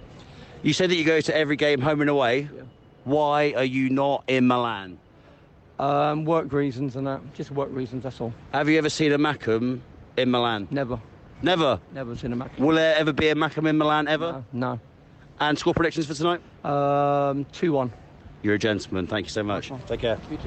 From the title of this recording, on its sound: Live from The Centurion Club in Hertfordshire